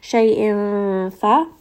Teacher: So this is going to be a tanween followed by the letter fa, which is a letter of ikhfa. So I am going to hide this noon sound within the letter fa.